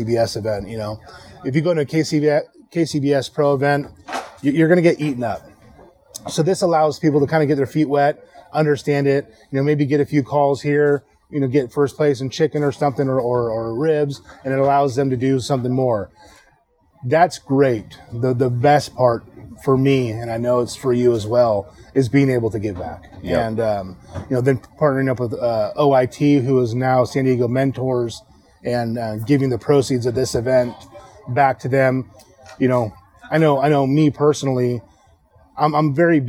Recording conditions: busy venue